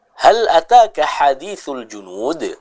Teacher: ha dibaca dengan jelas ya, dari tenggorokan